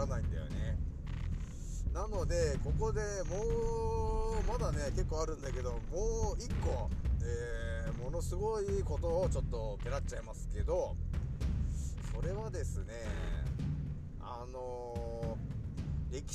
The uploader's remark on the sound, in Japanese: 少し音声が小さくなってしまいました。すまん。